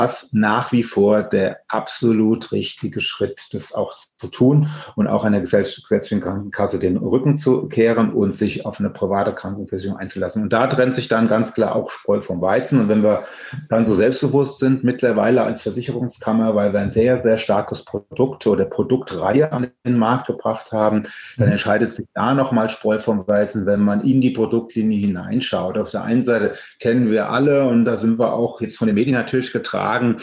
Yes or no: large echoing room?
no